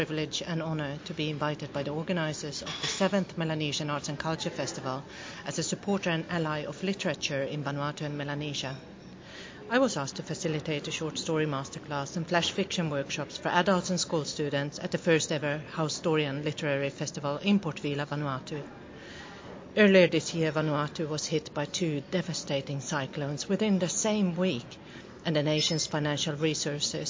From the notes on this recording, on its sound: at the 7th Melanesian Arts & Culture Festival in Port Vila, Vanuatu